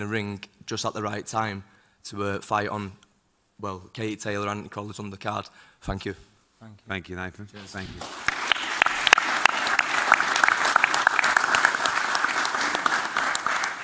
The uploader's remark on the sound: Press Conference